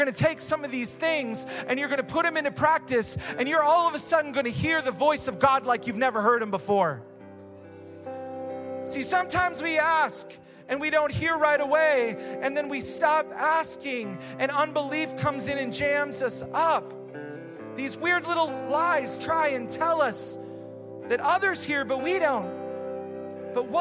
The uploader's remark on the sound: Recorded live at Hope Church in Springfield Mo.